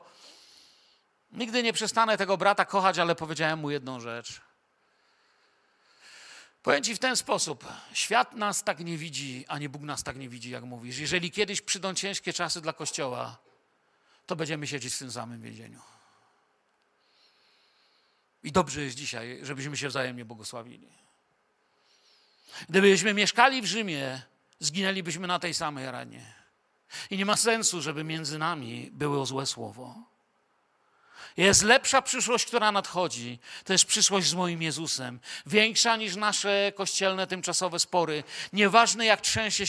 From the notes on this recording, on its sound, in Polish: Wykład nagrano podczas nabożeństwa niedzielnego w Kościele „Filadelfia” Bielsko Biała.